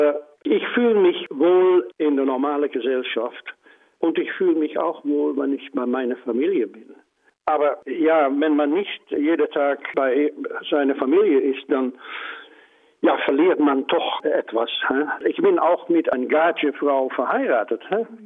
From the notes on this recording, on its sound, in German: Corona Notsendung. Haben Musiker aus Weingarten aufgezeichnet. Am Telefon gesprochen.